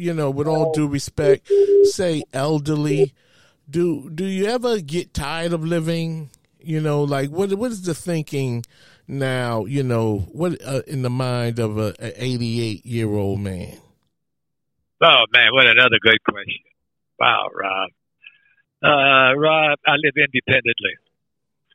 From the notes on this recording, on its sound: (Telephone Interview).